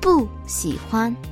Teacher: by default, 不 is pronounced as a fourth tone character. Unless it's followed by another fourth tone,The tone stays the same. · In our case, 喜欢 si is a third tone, so we don't need to change our tone for our 不. We're going to keep the fourth tone.